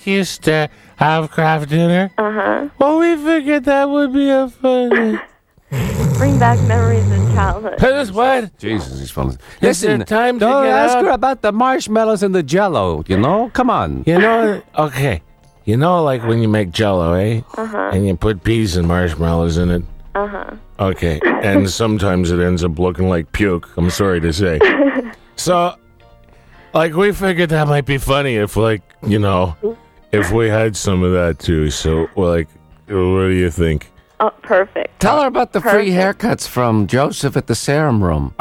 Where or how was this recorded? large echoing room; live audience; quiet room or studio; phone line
phone line